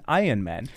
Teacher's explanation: Wenn du mit den Amerikanern sprichst, oder allen Briten oder Englischsprachigen, die werden alle sagen Ironman. Und du sprichst das R beim Iron nicht aus.